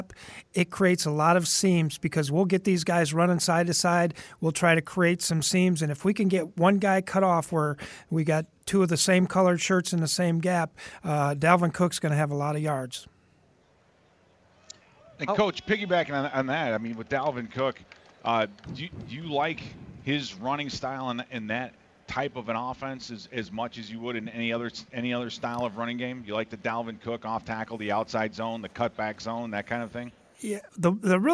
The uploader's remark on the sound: live from Nashville at the 2019 NFL Draft